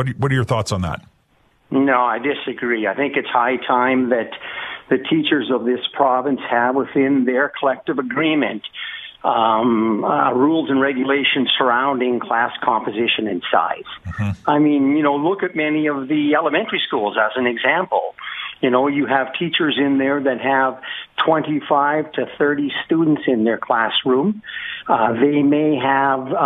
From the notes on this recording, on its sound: Open Lines. Opens up the phone lines to take your calls.